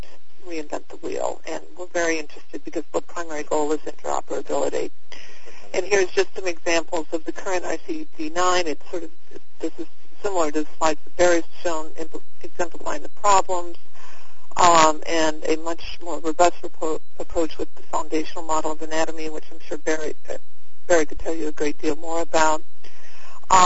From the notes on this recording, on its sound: this is be a virtual session conducted over an augmented conference call